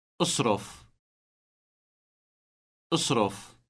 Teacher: Note the elongated trilled R.